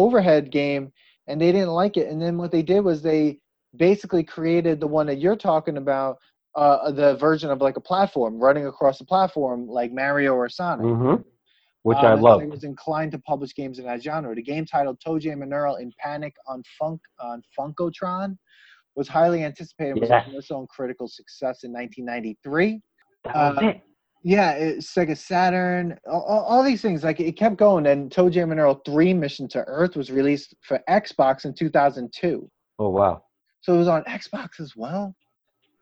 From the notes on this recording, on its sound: We recorded this on July 12th, 2020 on Zoom so there are small sound discrepancies.